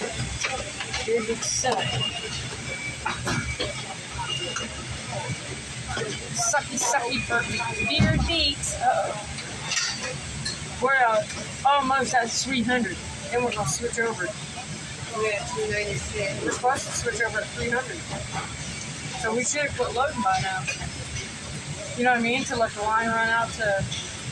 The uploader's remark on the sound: Asmr at a car door factory. May include some conversations. We put the phone in the machines to record the pallets going past and the screw guns. We talked so there may be conversations.